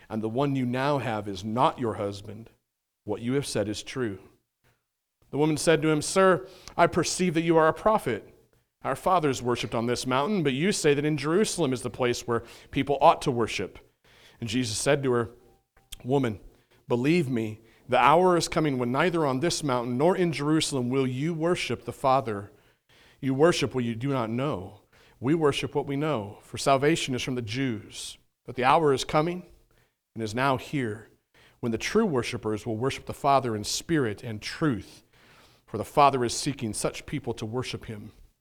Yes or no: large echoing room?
yes